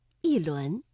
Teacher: 第二句一轮明月，这里的一读四声